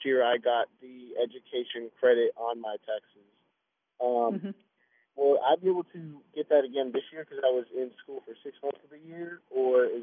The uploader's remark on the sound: Is on phone while at the annual Christmas Parade in Gallatin . Answer questions from callers live. Live from America's Music City. Live from the parade scene.